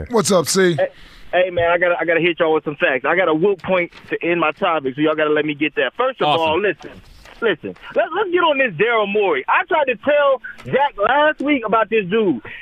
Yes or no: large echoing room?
no